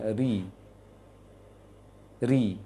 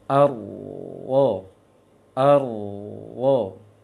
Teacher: Sedangkan untuk ro tebal, pangkal tengahnya ikut meninggi dan pangkalnya ikut juga menyempit. · Shown in: second take · Menyempit, ruangannya menyempit.